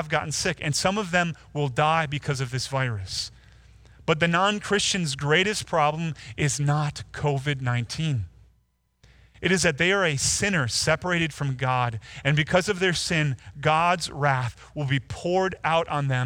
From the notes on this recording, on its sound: Delivered Sunday, March 29, 2020 via livestream at Woodridge Community Church (New Berlin, WI).